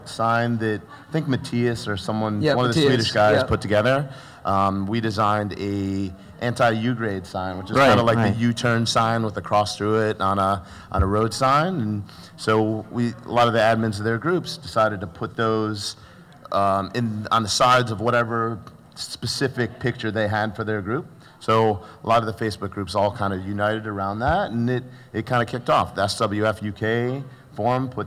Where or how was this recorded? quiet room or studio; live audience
live audience